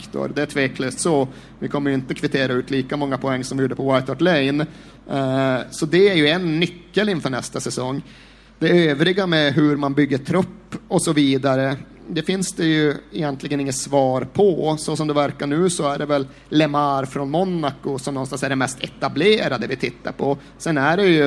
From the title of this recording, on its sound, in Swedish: Live från Trädgården